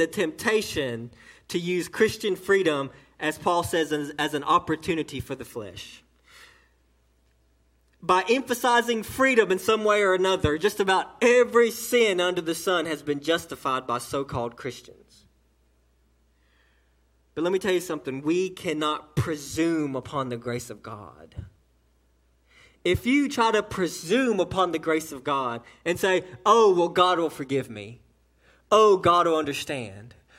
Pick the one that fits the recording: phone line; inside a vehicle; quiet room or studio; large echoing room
large echoing room